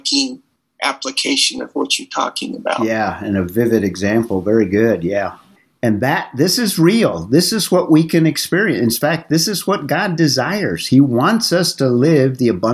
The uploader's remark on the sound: This was another Zoom only meeting.